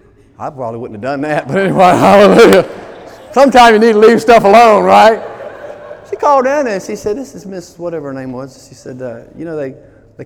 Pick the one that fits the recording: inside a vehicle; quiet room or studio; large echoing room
large echoing room